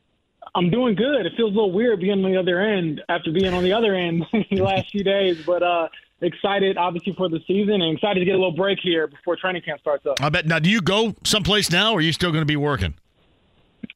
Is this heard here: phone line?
yes